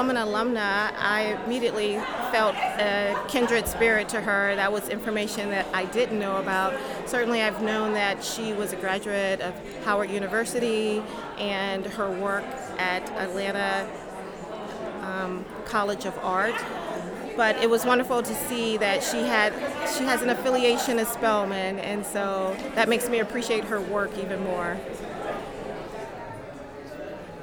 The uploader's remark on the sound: We recorded a live segment inside the Museum where the community was invited to share reflections.